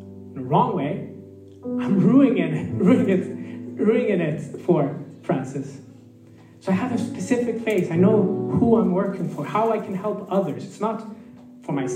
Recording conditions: live audience